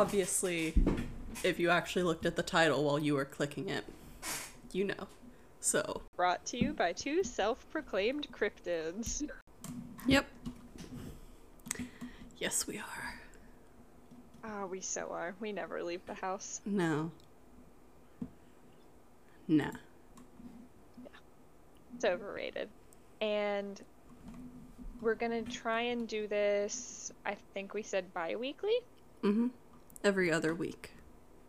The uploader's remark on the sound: Pardon the background noises